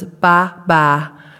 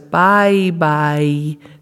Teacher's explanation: A child who says ba, ba, tends to be very monotonistic, whereas a child who says bye, bye, tends to have the intonation of the language around him.